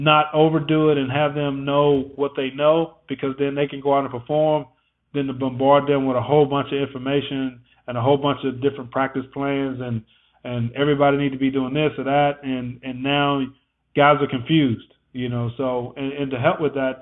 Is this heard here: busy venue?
no